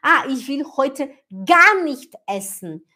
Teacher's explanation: nesse caso, eu dou ênfase, eu coloco força no gar